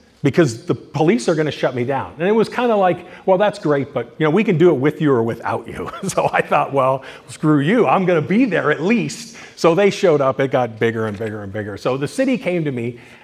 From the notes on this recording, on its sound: In this presentation recorded during Midsummer Scream